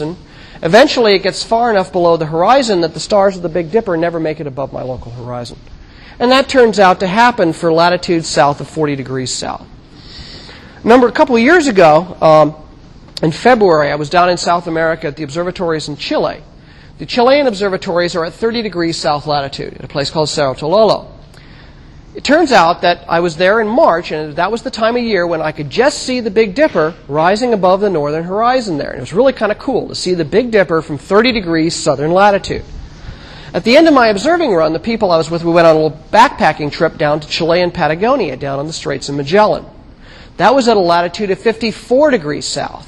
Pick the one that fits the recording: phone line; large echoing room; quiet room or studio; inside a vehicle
large echoing room